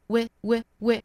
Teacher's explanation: we 这个词它如果弱读的话有可能元音仍然是一个紧音的 we 这个 e 的音，也有可能变成了一个松口的 a 的音